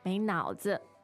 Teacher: so 脑子 is third tone and a neutral tone